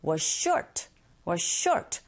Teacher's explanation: 일단은 was의 z, short의 s, 겹자음입니다. 이런 경우에 첫 번째 자음의 소리를 그냥 흘려 보내세요. 그래서 was you short 할 필요 없이 was short.